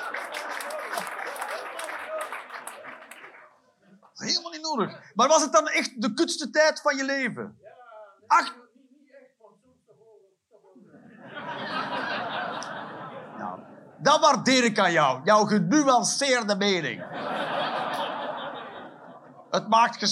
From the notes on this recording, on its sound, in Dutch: Live 30 September 2023, Cc De Werft, Geel.